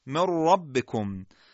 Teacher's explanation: بعد مواظب باشیم اون نکاتی که در رابطه بحث حرف را جلسات گذشته می کردیم در ادغام نون ساکن در را هم باید مواظب باشیم. نون کاملا حذف میشه، را مشدد میشه.